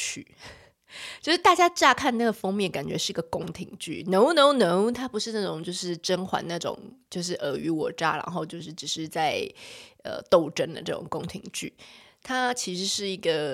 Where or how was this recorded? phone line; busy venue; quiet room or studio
quiet room or studio